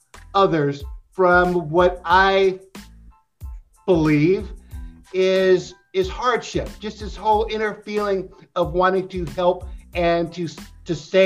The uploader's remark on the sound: Online Interview